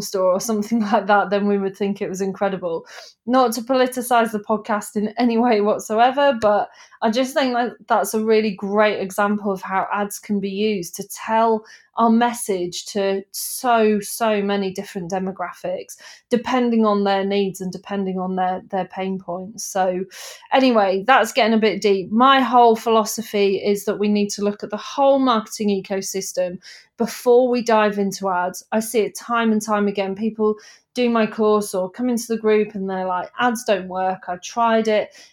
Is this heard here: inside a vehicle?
no